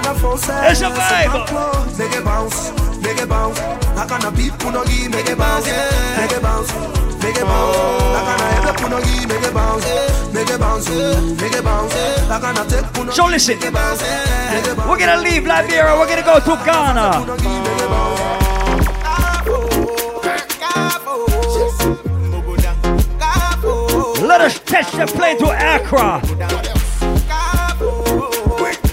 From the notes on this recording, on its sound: Live audio recording of my set at Island Saturdays on Nov 13, 2021.